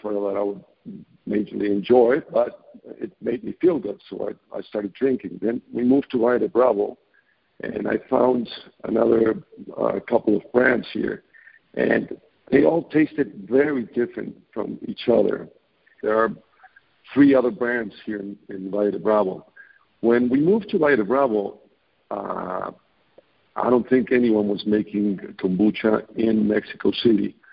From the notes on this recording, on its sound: I scheduled a phone interview